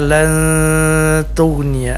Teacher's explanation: ikhfa artinya samar-samar antara bunyi nun sukun dengan ta, huruf ta yang ditemuinya